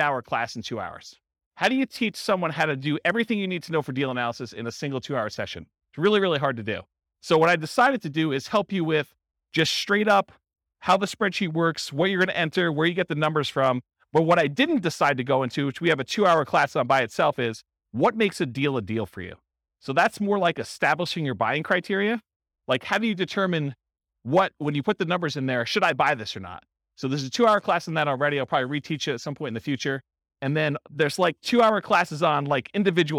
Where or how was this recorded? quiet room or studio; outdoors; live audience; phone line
live audience